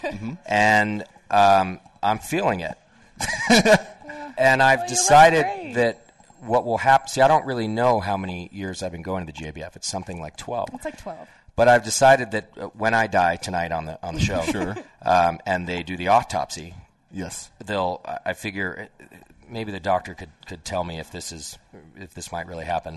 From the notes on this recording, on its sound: live Session from The Hop Grenade in Fort Collins